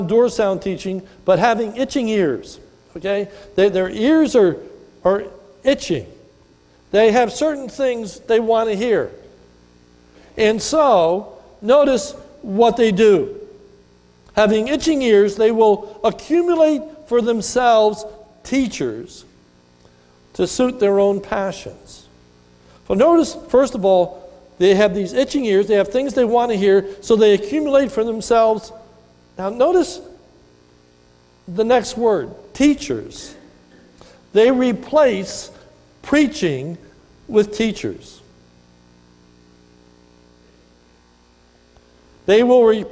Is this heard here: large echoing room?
yes